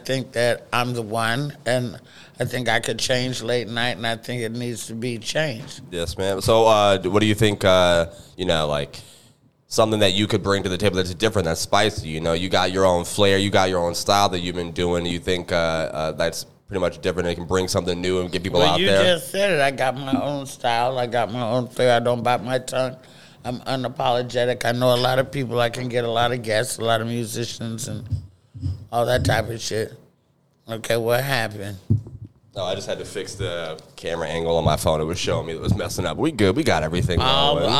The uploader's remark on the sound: We recorded this podcast between sets of the early & late show at the Comedy Zone